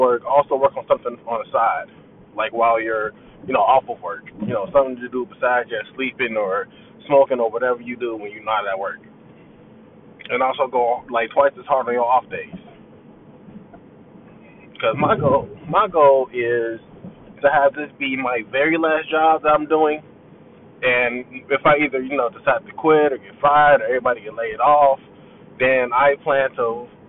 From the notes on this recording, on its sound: which was made in my car